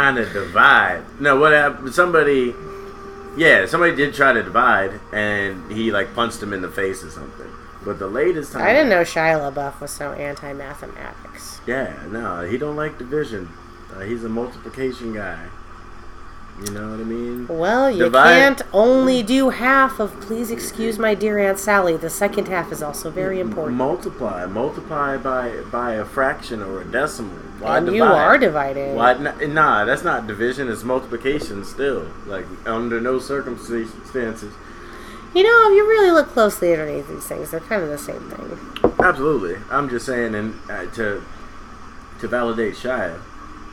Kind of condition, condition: fault, sounds in the background